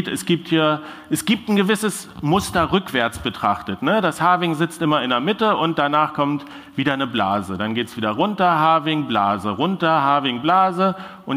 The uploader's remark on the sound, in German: In dieser zweiten Sommer-Sonderfolge gibt es den Mitschnitt meines Vortrags. Den ich Anfang Juni auf der Republica in Berlin gehalten habe. Der Vortrag wurde Audio-Only aufgezeichnet und funktioniert auch, wenn man ihn nur hört.